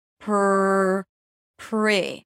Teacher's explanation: you round your lips right after the P for the R sound.